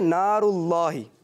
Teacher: یہ ہے اللہ پاک کا لام. اس کو ہمیشہ موٹا پڑھنا ہے